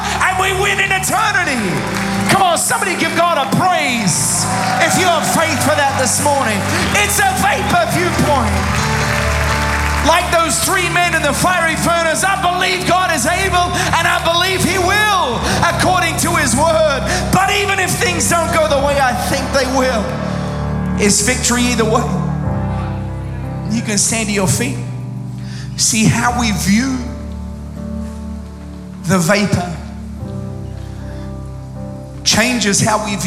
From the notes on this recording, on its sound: Recorded live at Planetshakers Church (Melbourne).